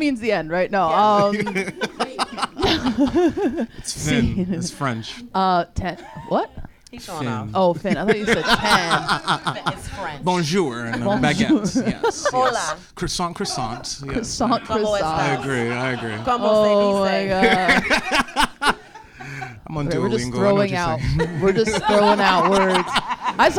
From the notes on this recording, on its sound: Failure Live at the Lincoln Lodge. The first-ever LIVE AUDIENCE episode. Faces hurt from laughing so hard.